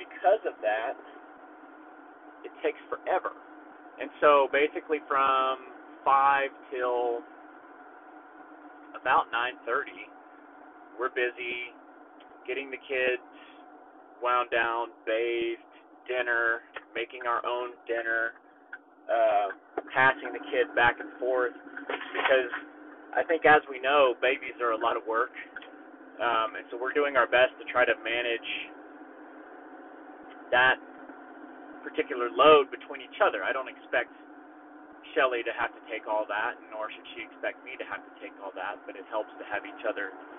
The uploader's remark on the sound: It was an off the cuff recording that happened in my truck, so I'll have to apologize for the audio in advance.